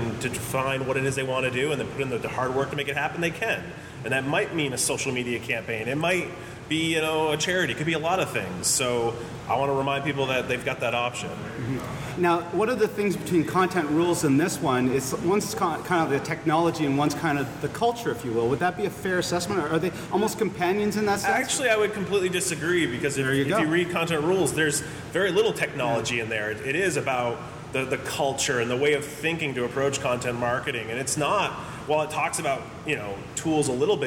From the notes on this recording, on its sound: Recorded live at Tweetstock Eight in Brantford, Ontario. At Laurier Brantford.